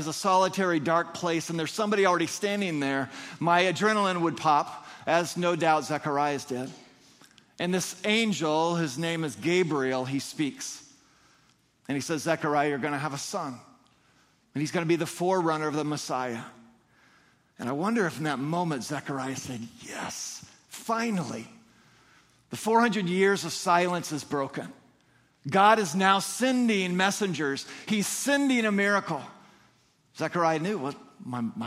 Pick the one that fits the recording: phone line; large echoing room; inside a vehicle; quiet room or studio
large echoing room